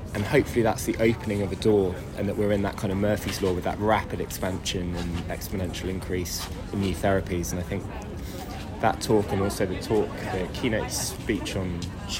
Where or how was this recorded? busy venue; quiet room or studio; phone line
busy venue